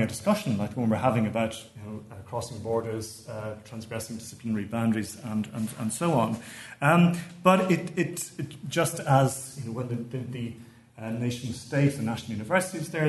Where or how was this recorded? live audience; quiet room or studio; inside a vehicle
live audience